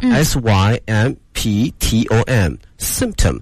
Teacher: 这里面那个 p 这个音呢，有的时候可以吞进去